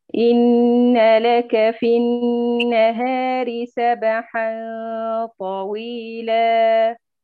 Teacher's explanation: أنت الآن عندك اعوجاج للفك وإمالة كبرى مرافقة للتلاوة معك، بدءا من الحرف الأول وانتهاء يعني إلى أن ختمتي، وأنت في عندك كأن في ميلة في التلاوة كلها، حتى الكسرات عندك محتاجة أنها تنضبط. · Term: تعويج الفك